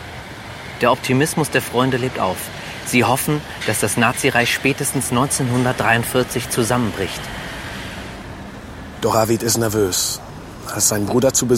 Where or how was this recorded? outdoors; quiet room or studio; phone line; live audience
outdoors